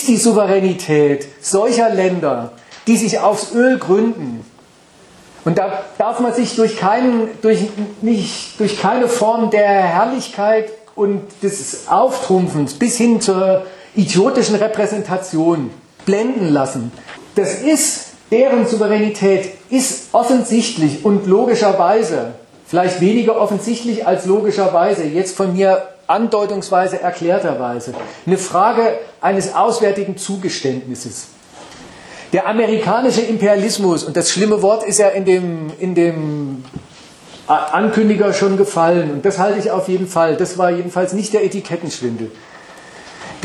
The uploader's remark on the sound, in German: Wir bringen dazu den Mitschnitt des Vortrags eines Redakteurs der Zeitschrift Gegenstandpunkt vom November 2019